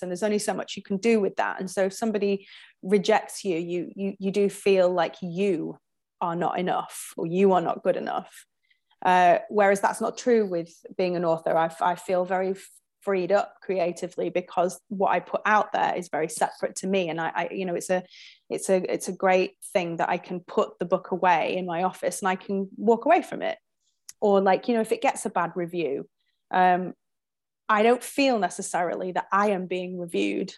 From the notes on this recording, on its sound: In this recorded webinar.